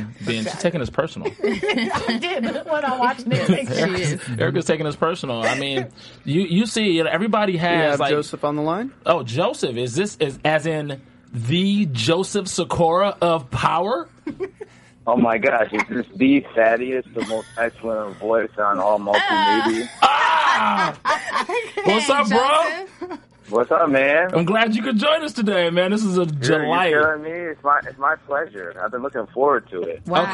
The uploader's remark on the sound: Also joining the hosts by Phonecall are special guest